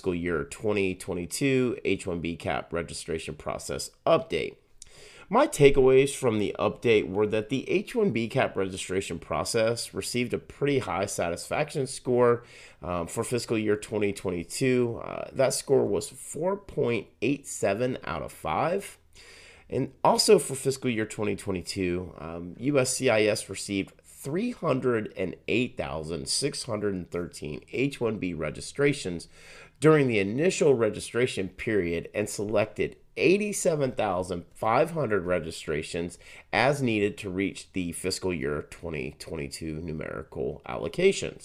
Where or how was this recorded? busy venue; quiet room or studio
quiet room or studio